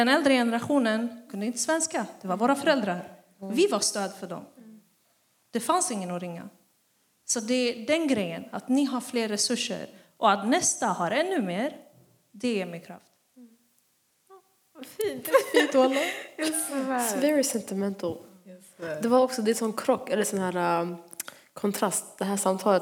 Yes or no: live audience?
yes